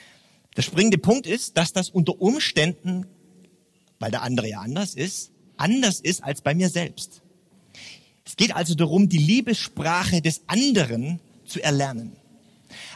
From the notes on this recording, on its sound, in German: Beim churchbrunch im Stephanus eine Predigt gehalten.